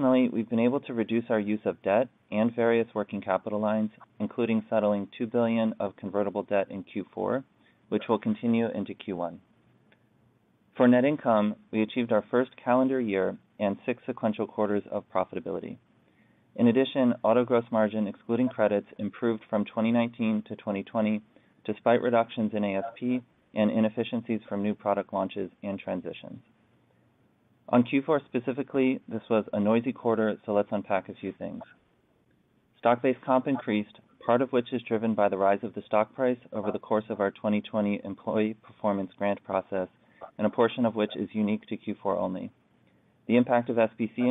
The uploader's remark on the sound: Livestream of Tesla's Q4 2020 Financial Results audio conference call.